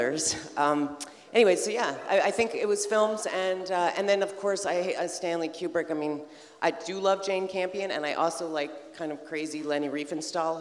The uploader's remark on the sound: New Hollywood Live at TIFF 2018